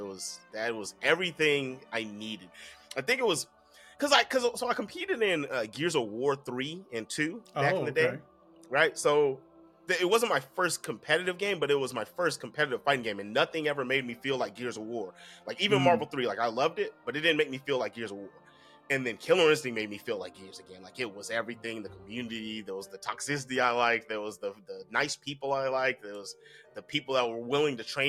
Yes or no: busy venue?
no